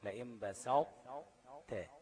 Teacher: لئن بسط تاء، يبقى في طاء أطباق، صفة الطاء الأطباق موجودة، وإن كان حرف الطاء ذهب تمام، والتاء هتبقى موجودة ذاتا وصفة · Term: إدغام ناقص